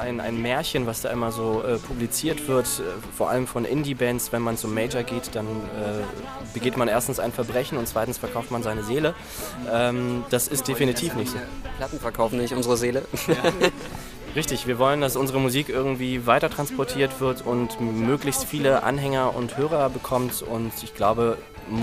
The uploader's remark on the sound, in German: Interview und Konzertmitschnitt beim Showcase am 24.